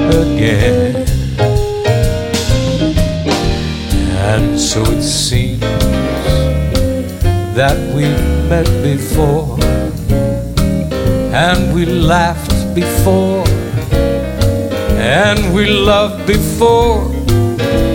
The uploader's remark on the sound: Live at the SouthPoint Casino